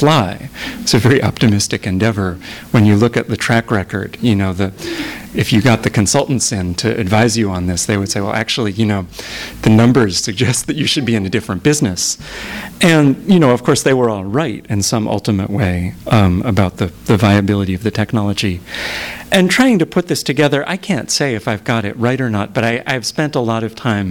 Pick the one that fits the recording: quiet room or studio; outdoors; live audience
live audience